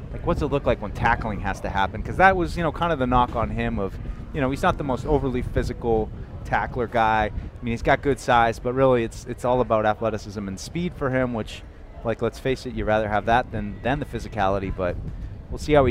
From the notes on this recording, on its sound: broadcasted live from Day 2 of Patriots Training Camp